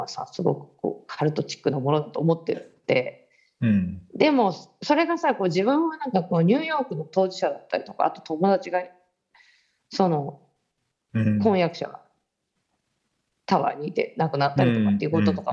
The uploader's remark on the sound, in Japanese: 本収録はビデオ会議サービス「Zoom」を使用し。一部聞き取りづらい箇所があります。